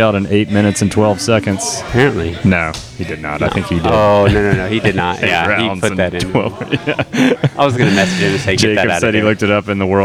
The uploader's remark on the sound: We are live from BLCF for draft night! It's a revolving door of guests.